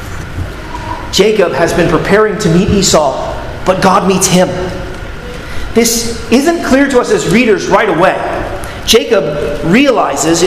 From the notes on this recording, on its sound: at Arlington Baptist Church in Arlington, Virginia